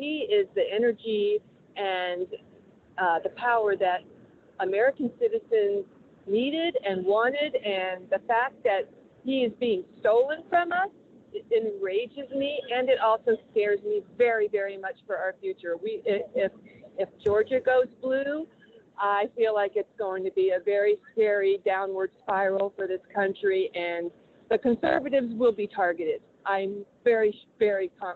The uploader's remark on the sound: Traveled on a bus up from Florida to join the event. Live from the bus.